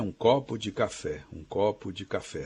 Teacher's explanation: Quase não se ouve a preposição de, que vira de.